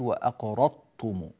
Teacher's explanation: الضاد تتحول إلى طاء، وهذا بسبب إخراجها من غير مخرجها والإضرار برخاوة الضاد واستطالتها، أي طول الجزء المصاحب لمخرجه في اللسان، فليعتنى بذلك بارك الله فيكم.